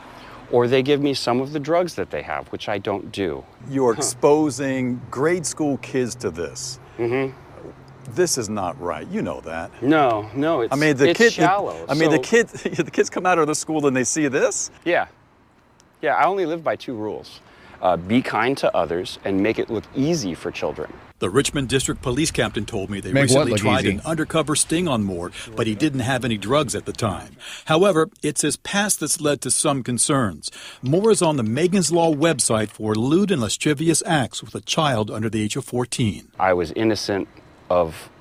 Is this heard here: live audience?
no